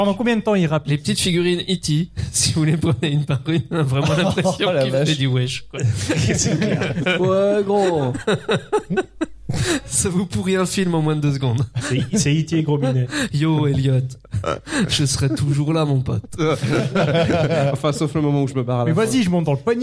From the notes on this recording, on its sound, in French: En direct et en public lors de PodRennes. Voir ce que les visiteurs de l'évènement peuvent bien tweeter.